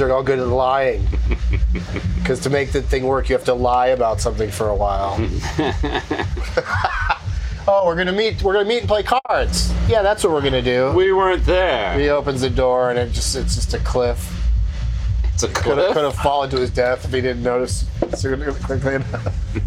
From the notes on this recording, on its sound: Special 4h20m Live from JASHFesht Show. Recorded live at JASHFesht.